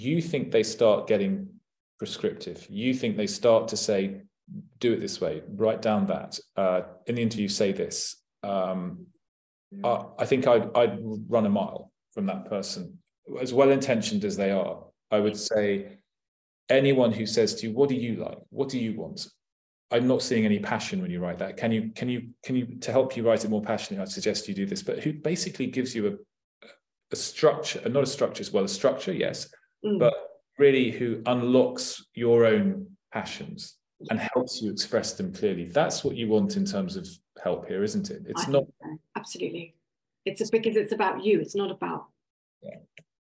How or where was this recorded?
video call